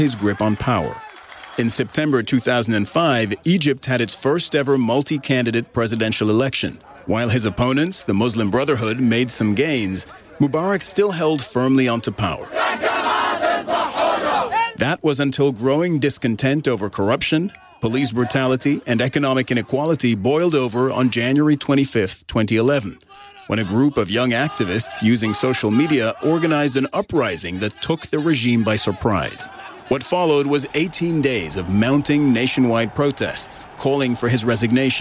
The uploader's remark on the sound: live from the New York Stock Exchange